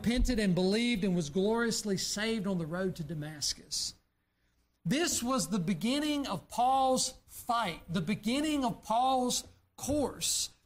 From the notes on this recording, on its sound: during the Sunday evening service on September 3, 2023, at Southside Baptist Church in Mount Airy, NC.